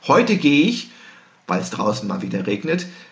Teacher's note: Und diese Art von Klammer, die ich eben gerade mit, weil es draußen mal wieder regnet, gesetzt habe, weil ich es tieftoniger, ein bisschen schneller, ein bisschen behauchter, ein bisschen leiser gesprochen habe